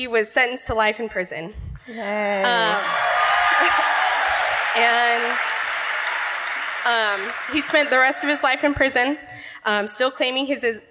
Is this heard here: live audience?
yes